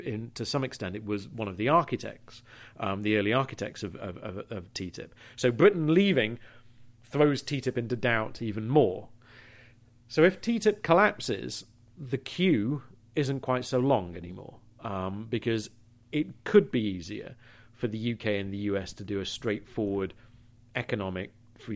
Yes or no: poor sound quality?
no